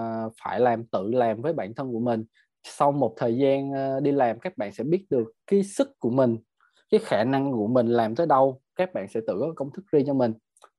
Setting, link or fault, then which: link, video call